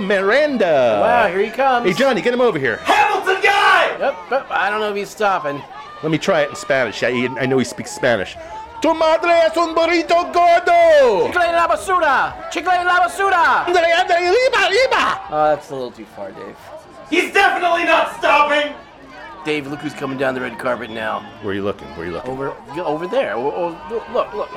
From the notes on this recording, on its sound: LIVE FROM THE PRUDENTIAL CENTER IN NEWARK, NJ